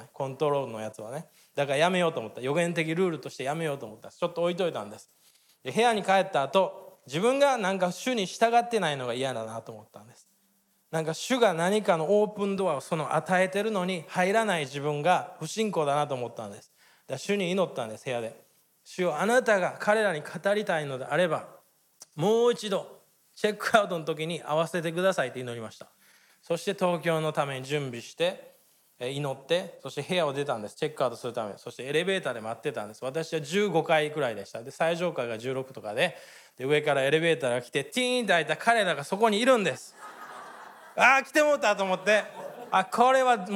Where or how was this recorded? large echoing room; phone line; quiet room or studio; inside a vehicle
large echoing room